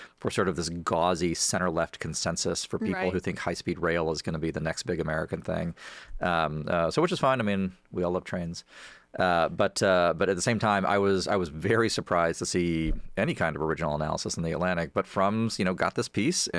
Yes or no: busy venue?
no